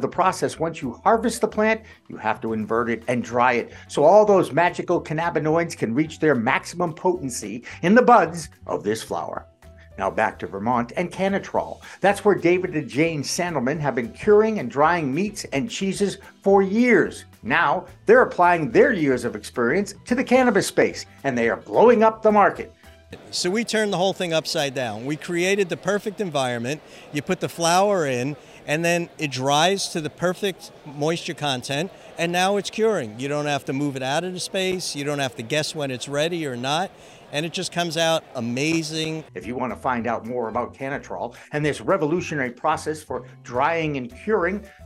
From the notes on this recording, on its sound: Two reports on location at Mj UNPacked in Detroit Michigan.